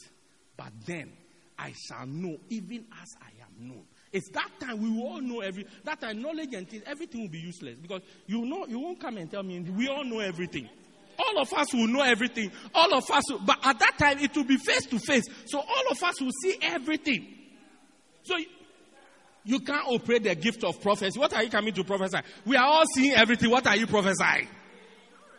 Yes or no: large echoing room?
yes